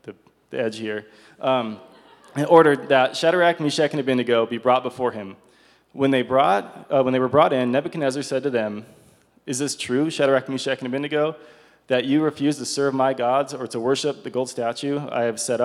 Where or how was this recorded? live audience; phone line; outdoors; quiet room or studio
live audience